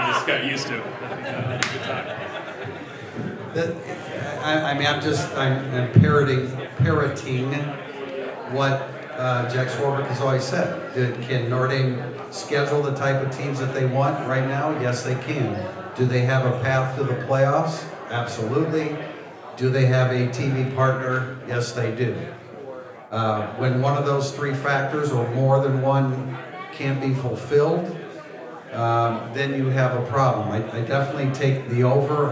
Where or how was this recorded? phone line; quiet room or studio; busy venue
busy venue